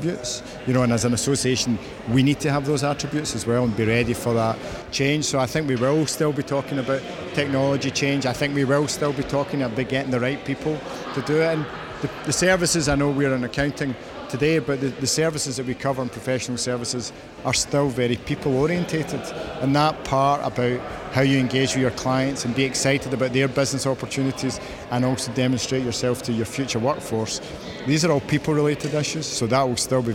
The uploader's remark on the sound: We hear more live interviews from the recent International Accounting Forum and Awards 2022 which took place in London recently. AIBN were the official knowledge and broadcast partners of the event. Enjoy the live buzz of the event!